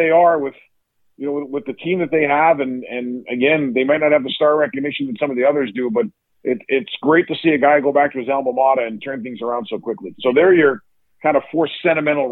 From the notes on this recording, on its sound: The Frozen Four Coaches all took part in a conference call with the media in advance of their flying into Tampa.